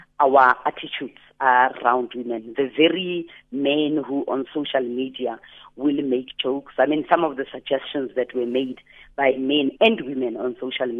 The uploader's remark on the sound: TELEPHONE INTERVIEW